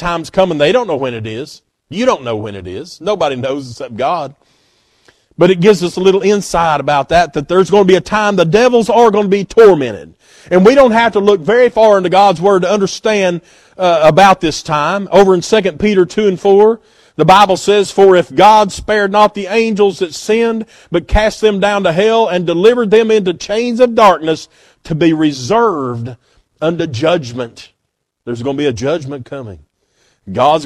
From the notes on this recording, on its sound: at Northside Baptist Church on Sunday morning, February 11, 2024.